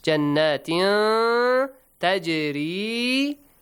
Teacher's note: there is a tanween, جَنَّاتٍ، and then there is a ta. So we hide the sound · Term: ikhfa